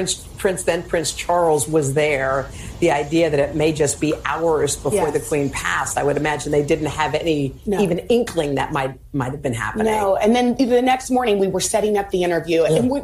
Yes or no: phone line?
no